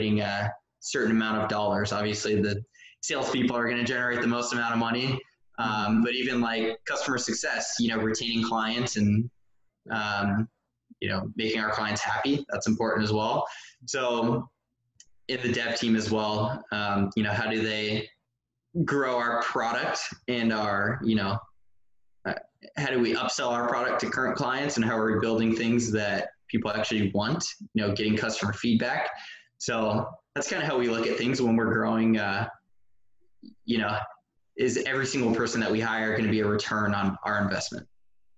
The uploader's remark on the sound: we zoomed